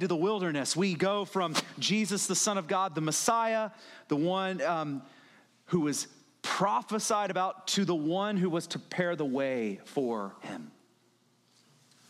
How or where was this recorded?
large echoing room